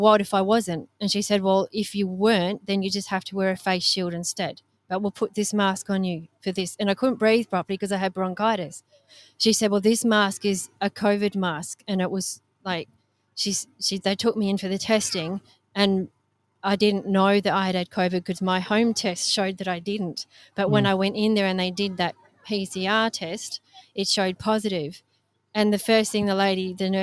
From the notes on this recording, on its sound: Live from Mandurah Foreshore. Here in Western Australia.